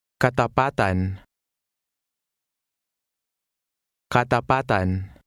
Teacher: Remember to stress the second to last vowel, slightly lengthening the vowel sound